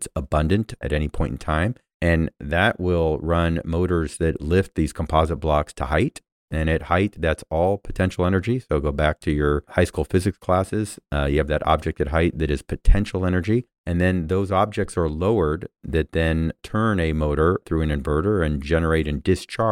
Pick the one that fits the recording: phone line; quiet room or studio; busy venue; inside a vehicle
quiet room or studio